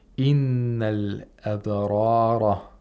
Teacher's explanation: We have two ra's, Both are pronounced with tafkhim.